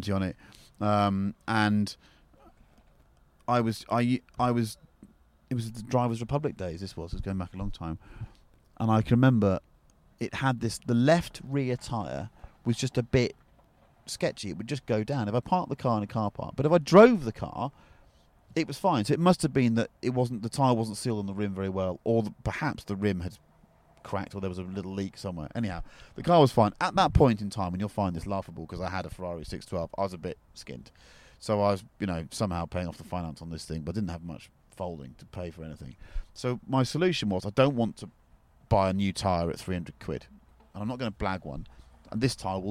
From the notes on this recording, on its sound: The two shoot the breeze in a leafy pub car park in Wiltshire